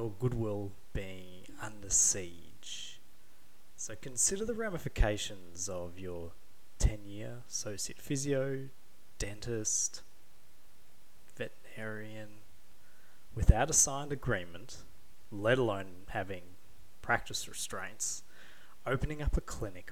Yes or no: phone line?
no